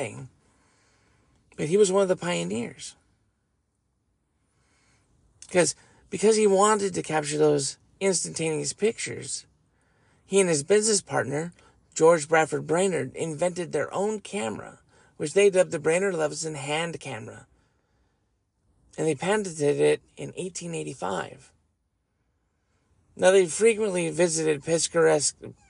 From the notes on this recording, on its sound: I am going to do it from the car.